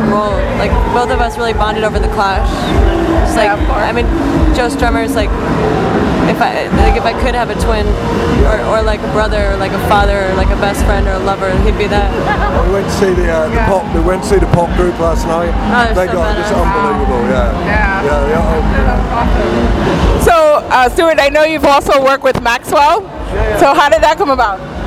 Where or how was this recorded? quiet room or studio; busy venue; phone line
busy venue